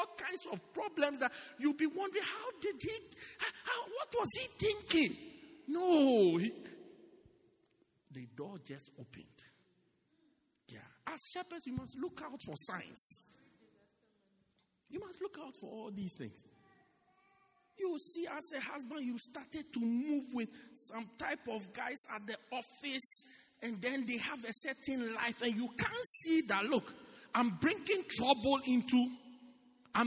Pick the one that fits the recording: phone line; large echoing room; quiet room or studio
large echoing room